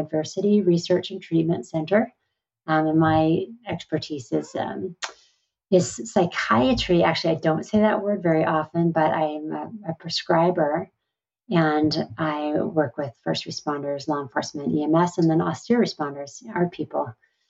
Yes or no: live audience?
no